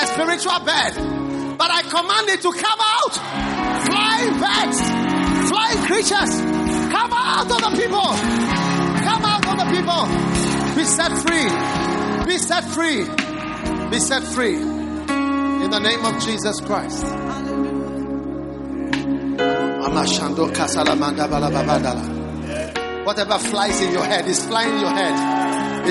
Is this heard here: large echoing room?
yes